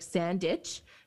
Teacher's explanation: You take out the W.